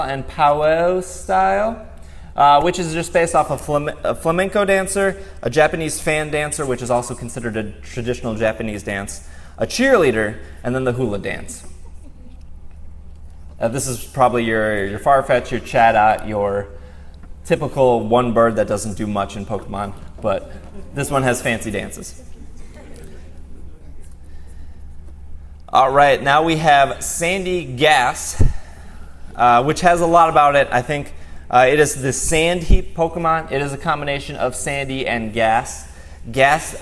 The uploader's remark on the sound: Live Show. Live from PAX West 2016. This entire show was live in front of an audience and live on Twitch.tv!